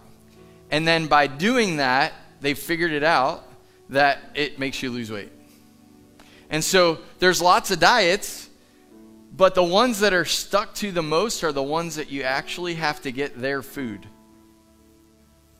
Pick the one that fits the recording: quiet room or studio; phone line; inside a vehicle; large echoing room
large echoing room